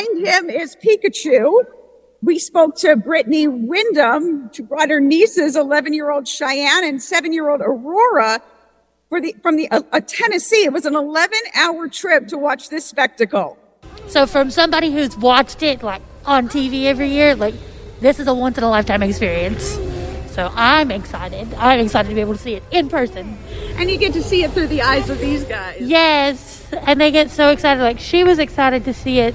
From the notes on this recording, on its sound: Balloons are being inflated today on the Upper West Side and NYPD is prepping security. Joins us live at the staging area.